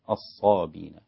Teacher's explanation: أبو جعفر والإمام نافع فيقف بحذف الهمزة تماما فتصير الصابين هكذا